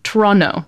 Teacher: No second T pronounced.